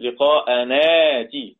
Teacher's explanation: لقاء ناتي تبدل الهمزة الساكنة ألف بمقدار حركتي